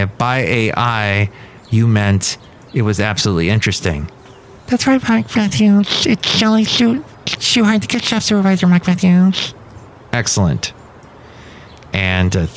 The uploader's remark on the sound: podcasts live from Café Anyway